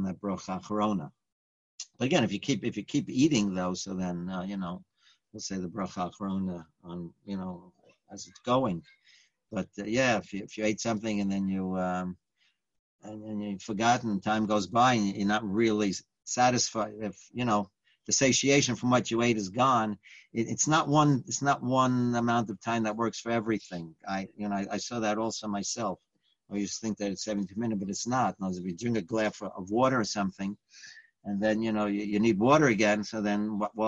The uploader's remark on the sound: Live On Zoom: 6-29-2020